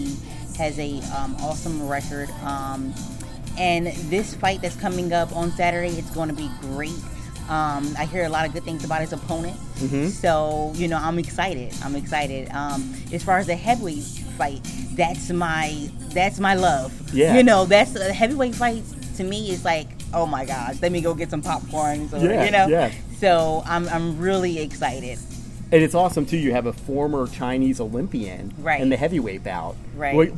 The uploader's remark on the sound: While at this press conference, I had the opportunity speak with a few boxing people associated with the show